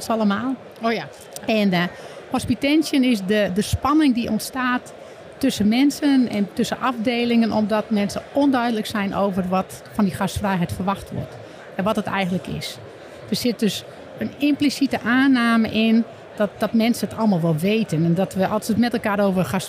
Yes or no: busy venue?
yes